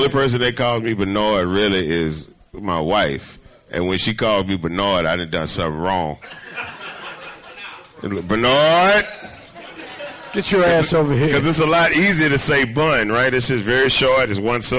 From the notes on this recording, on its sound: Live from the WeWork Houston Galleria in Houston, TX! Live tour stop.